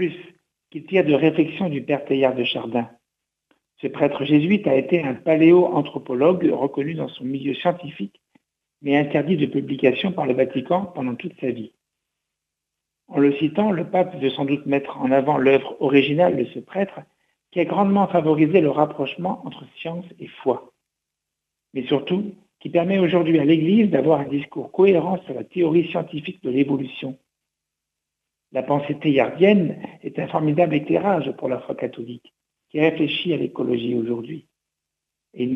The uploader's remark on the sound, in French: invité par téléphone